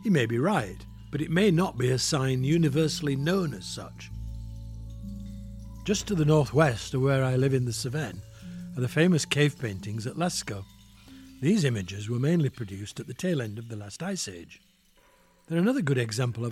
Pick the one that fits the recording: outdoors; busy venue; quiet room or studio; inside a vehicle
outdoors